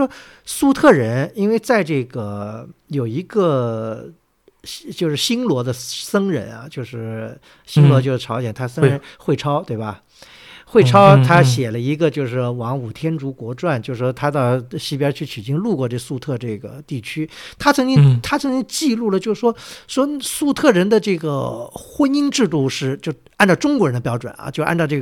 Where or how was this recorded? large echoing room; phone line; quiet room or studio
quiet room or studio